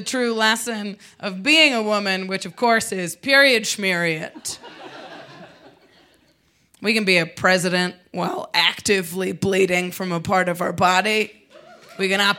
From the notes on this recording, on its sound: A true storytelling show where folks share their greatest shames. Recorded live on 20 June 2018 at Buntport Theater in Denver, Colorado.